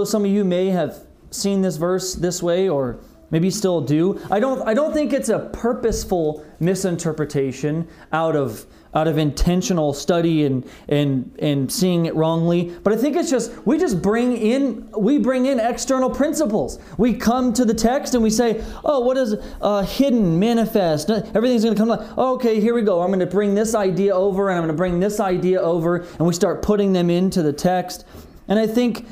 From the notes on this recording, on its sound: This message was delivered on February 21st, 2021 at Redeemer Community Church